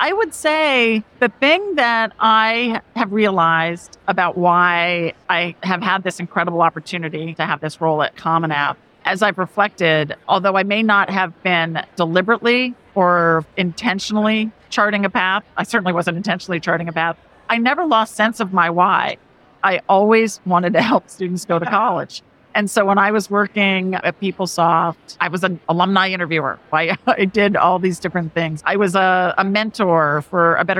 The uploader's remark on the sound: a conversation from the 2023 NACAC Conference